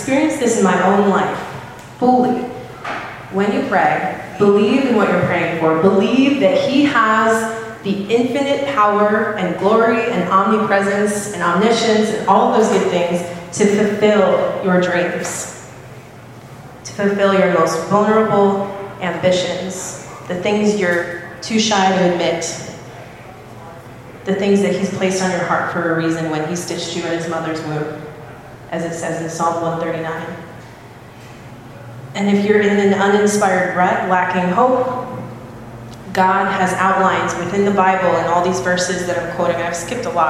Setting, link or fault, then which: setting, busy venue